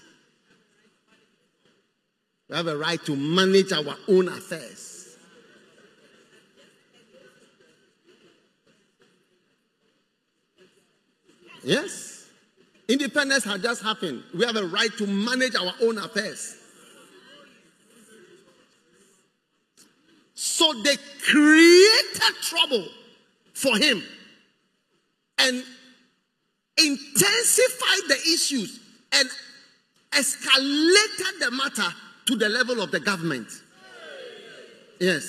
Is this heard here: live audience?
yes